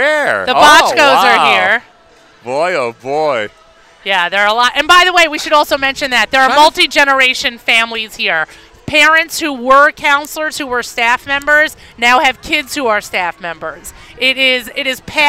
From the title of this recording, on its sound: NSN Live from Camp HASC Experience Day Event